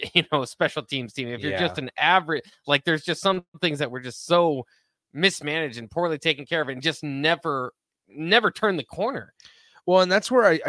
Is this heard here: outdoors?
no